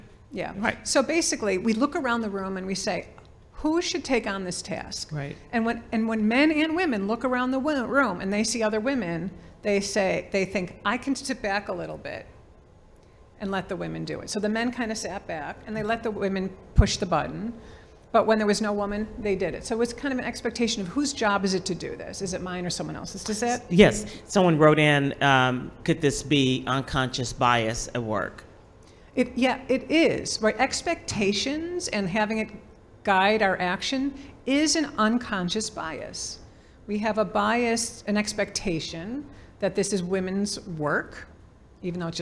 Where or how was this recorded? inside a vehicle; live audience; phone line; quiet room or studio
live audience